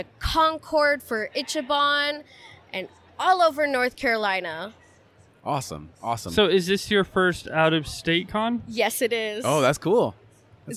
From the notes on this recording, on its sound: Recorded on location from Twin Cities Con inside the Minneapolis Convention Center.